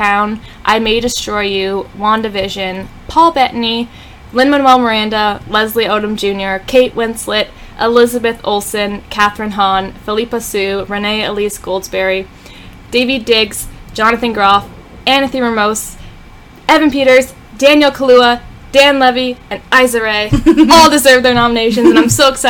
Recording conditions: background noise